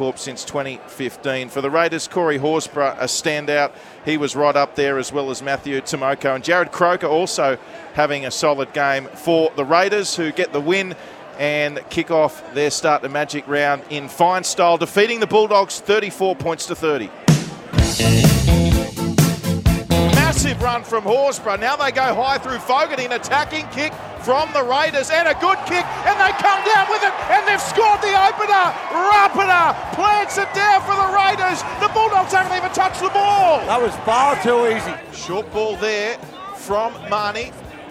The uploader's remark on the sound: Live from Round 10 of the NRL, from SunCorp stadium in Brisbane for Magic Round